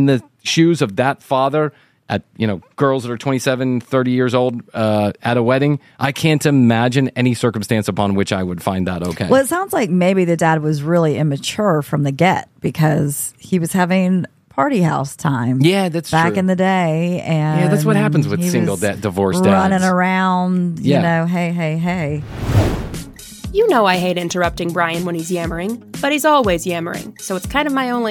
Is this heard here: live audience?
no